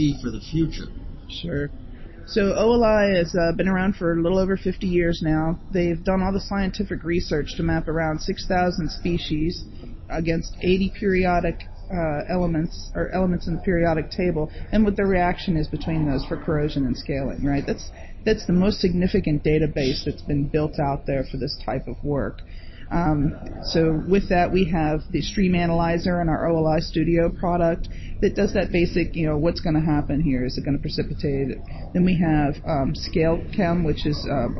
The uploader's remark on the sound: Live from the ARC Americas Forum 2022.